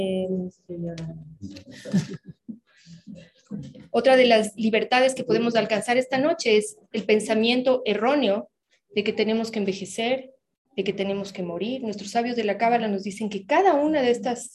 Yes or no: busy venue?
no